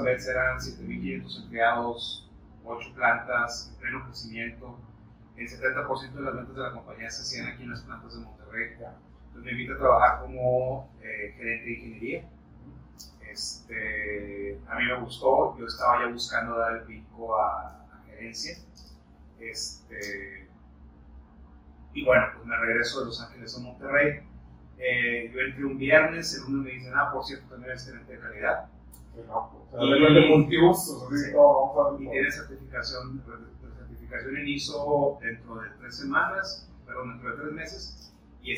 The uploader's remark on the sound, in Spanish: Una disculpa por el sonido, estuvimos ya en pruebas para mejorarlo en los próximos episodios.